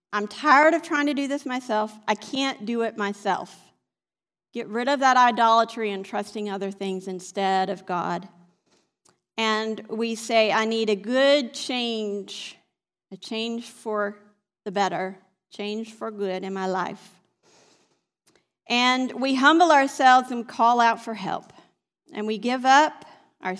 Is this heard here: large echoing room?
yes